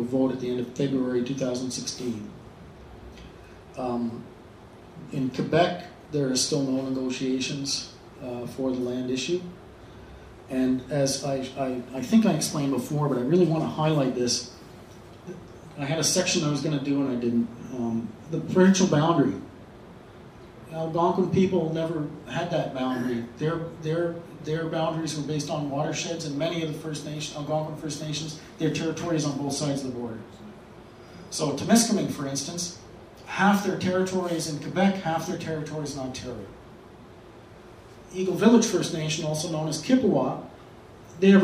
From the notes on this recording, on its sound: Presented December 8th 2015 at Octopus Books in Ottawa, unceded Algonquin territory.